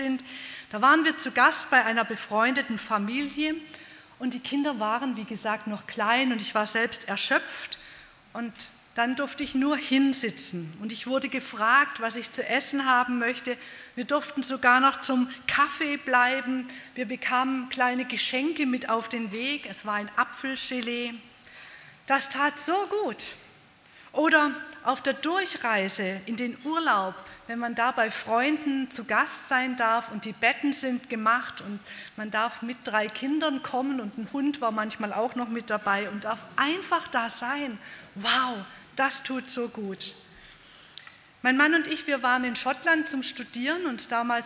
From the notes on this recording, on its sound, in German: bei einer Veranstaltung der Liebenzeller Mission